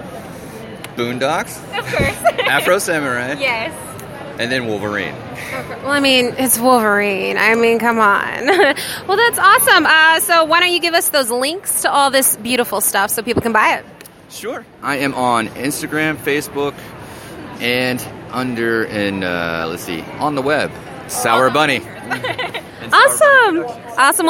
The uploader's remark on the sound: This year we invaded comicpalooza. We have our show from the convention floor.